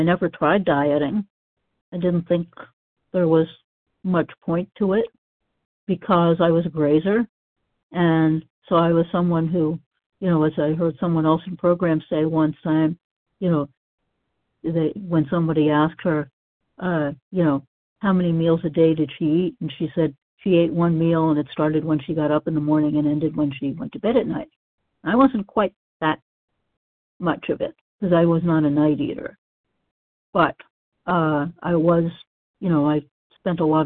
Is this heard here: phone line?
yes